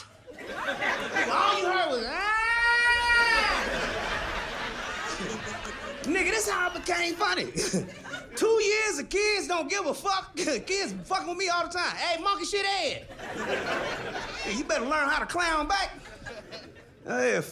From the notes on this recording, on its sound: inside The Sayers Club at the historic and Iconic Sahara Hotel and Casino in Las Vegas